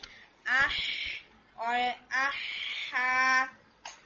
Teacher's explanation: یہ حلق کے درمیان والے حصے سے ہا آ رہا ہے اور جو دوسرا والا ہا ہے وہ تھوڑا اور باٹم سے · Term: وسط الحلق